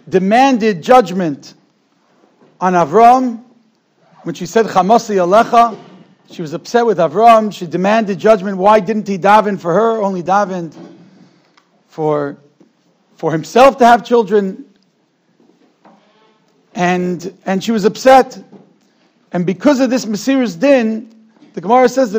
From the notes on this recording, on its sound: Shiur recorded in Yeshivas Ohr Reuven, Monsey, NY.